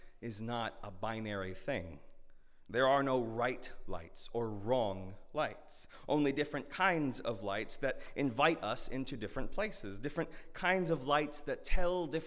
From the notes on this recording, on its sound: at Northminster Church on January 19, 2020.